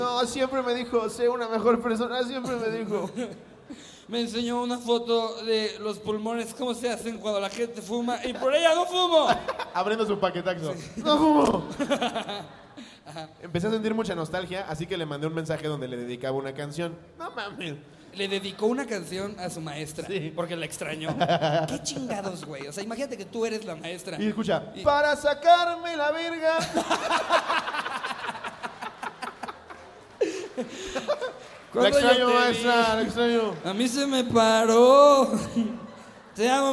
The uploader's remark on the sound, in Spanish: En vivo desde Puebla. Todo esto con el grandiosos público de puebla.